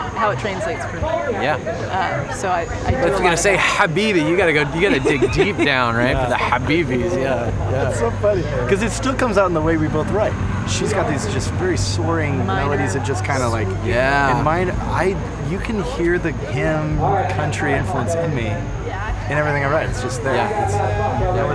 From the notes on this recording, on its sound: We caught them backstage at Wild Goose Festival. We caught them backstage at Wild Goose Festival. We get a chance to hear some of their live performance at the Festival!